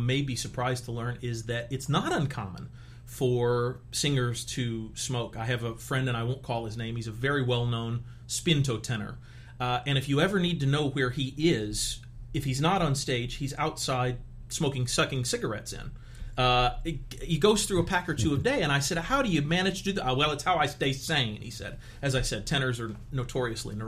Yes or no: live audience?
no